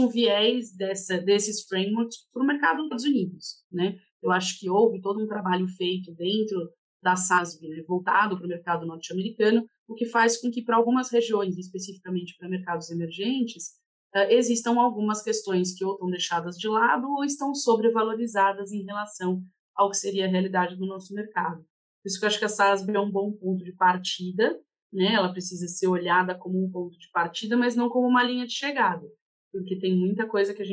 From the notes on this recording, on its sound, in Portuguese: Este episódio foi gravado via internet em home office.